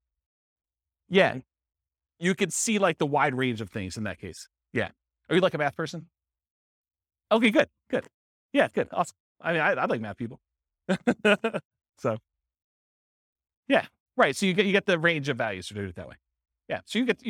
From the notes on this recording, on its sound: This was a live class recorded